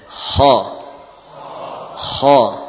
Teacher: Menegangkan bagian pangkal lidah. · Term: sifat isti'la